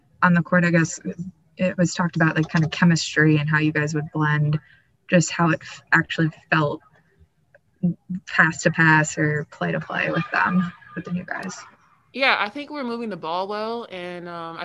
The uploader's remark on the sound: Postgame Zoom